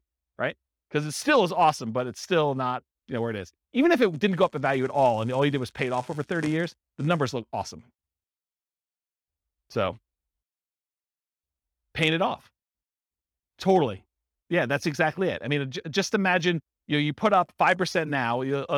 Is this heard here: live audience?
yes